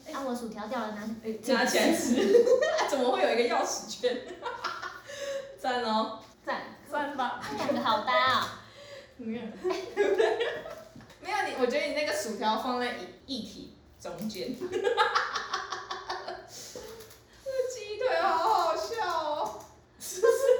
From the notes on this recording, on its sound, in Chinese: 笑聲猖狂請小心音量。內有大量的拆禮物聲音。採用遠距錄音。努力改善音質問題中。